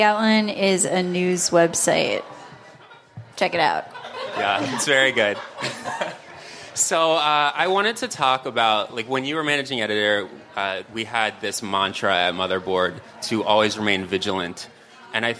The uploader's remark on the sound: LIVE PODCAST. The Radio Motherboard crew recorded a podcast in front of a live audience at the Work x Work On Air festival. Special thanks to Brooklyn's Wythe Hotel and work x work ON AIR, a pop up live streaming radio lounge that explored creativity and storytelling.